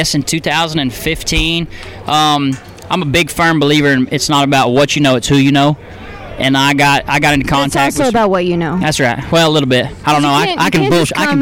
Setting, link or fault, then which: setting, busy venue